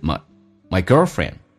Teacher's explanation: My 基本上都没有发得很完整，所以近似于发单元音一样，嘴巴没有这么打开，变成 Mygirlfriend，降调读 Mygirlfriend。